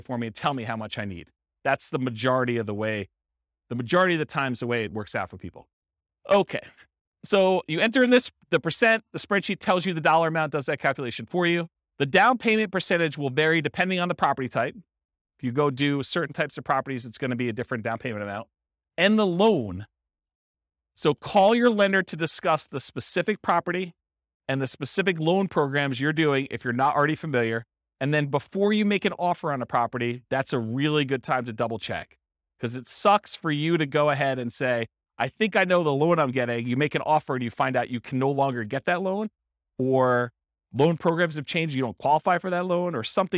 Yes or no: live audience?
yes